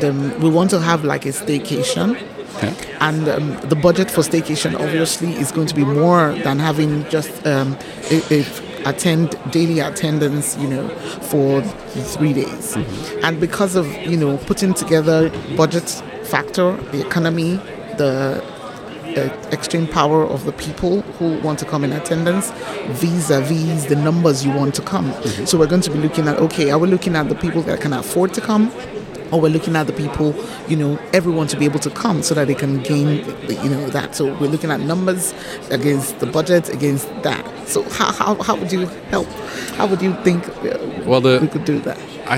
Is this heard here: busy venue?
yes